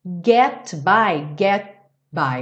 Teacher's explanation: na hora que você ia fazer o T, já fechou o lábio pro B